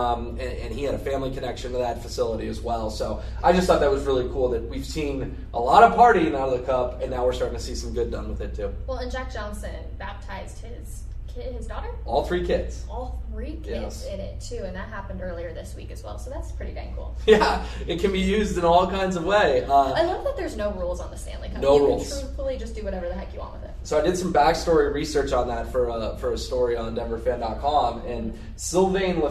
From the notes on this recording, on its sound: Live from UC Health Training Center as the Denver Broncos begin training camp!